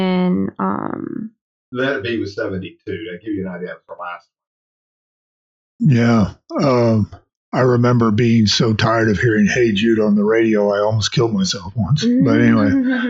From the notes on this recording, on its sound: This one had some problems with audio and we re-recorded it later.